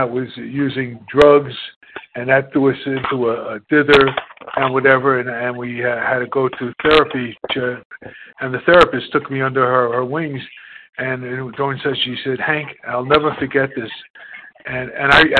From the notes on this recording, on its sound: 100 Pounders Phone Meeting